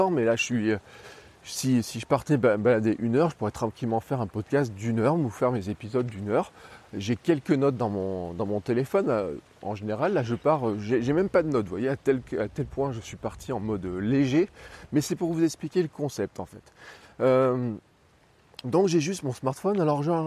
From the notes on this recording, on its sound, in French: J'enregistre ce podcast dans la rue avec simplement mon iPhone.